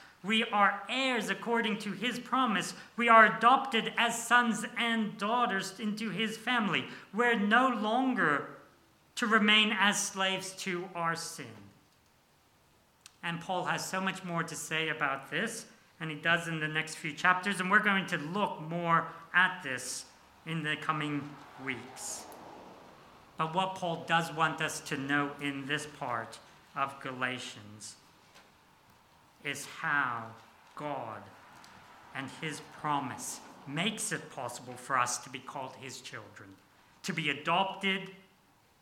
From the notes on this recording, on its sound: This sermon was preached on 3rd December 2023 at all services of Helensburgh and Stanwell Park Anglican Church.